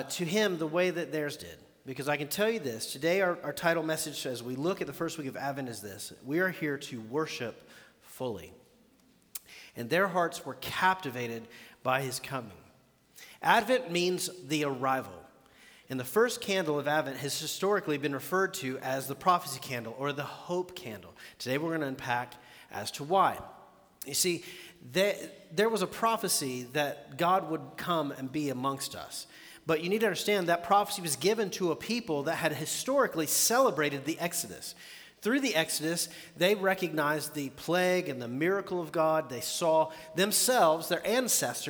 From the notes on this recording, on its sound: The Fellowship in Nashville. Recorded live at The Fellowship at Two Rivers on December 1, 2019.